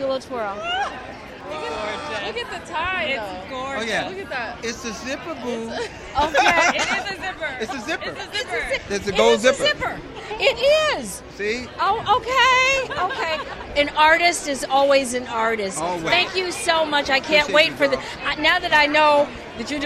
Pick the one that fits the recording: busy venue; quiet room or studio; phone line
busy venue